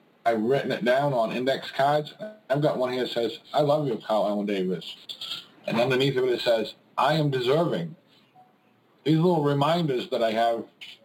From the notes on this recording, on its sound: conference-call based classes